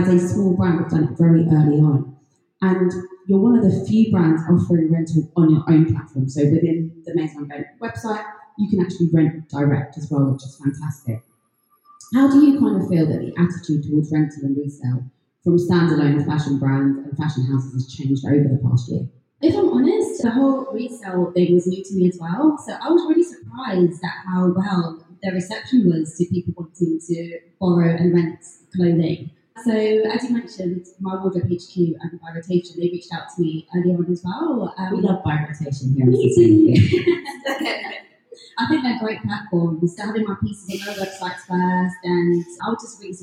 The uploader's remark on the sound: Recorded last year September at the Lone Design Club pop up store on London’s Regent Street. LIVE from the Lone Design Club pop up. Today’s episode is another live one, recorded last year September at the Lone Design Club pop up store on London’s Regent Street.